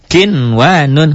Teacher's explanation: Nun mati ketemu waw satu kalimat, maka tidak dibaca idgham, dibaca idhar. Makalah disebut ini idhar mutlak.